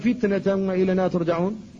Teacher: هذه التاء الأولى التي بين الفاء والنون فتنة، لا بد من الحفاظ على شدتها لأن قبلها الفاء وبعدها النون، فيحافظ على شدتها في السكون فيقال